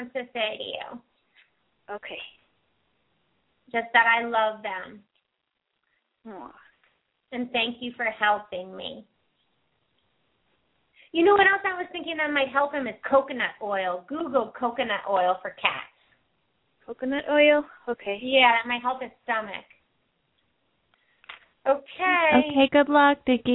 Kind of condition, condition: link, phone line